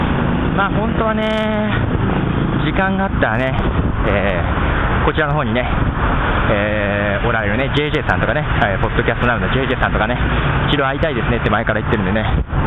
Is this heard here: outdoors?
yes